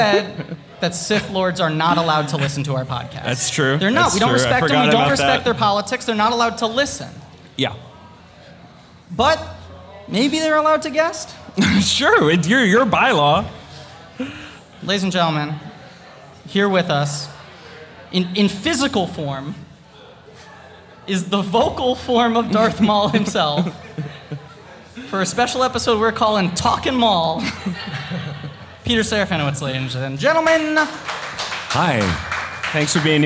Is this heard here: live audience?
yes